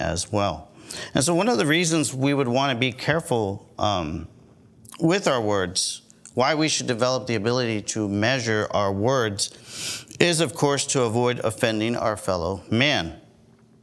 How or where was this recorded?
large echoing room